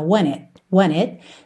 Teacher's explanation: ligou want com it pelo N, want it, e percebe que você não ouve o T de it, só essa esse corte mesmo do som, tá?